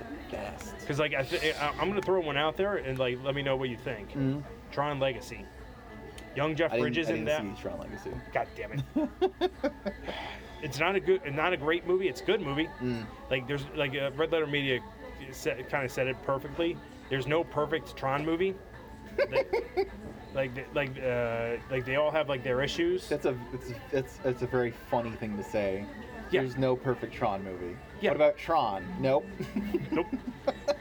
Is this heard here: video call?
no